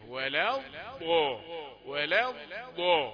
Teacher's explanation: ولا الضاء ما فيهاش ريحة الطاء · Term: الضاد